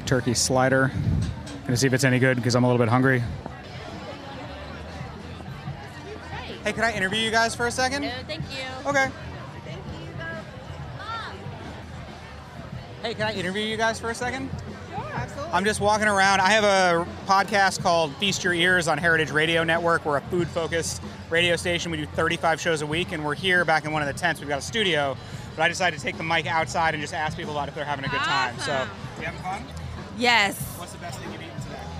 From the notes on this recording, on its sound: Getting down at Charleston Wine and Food Festival. As part of Heritage Radio Network on tour. Took the mic out into the crowd.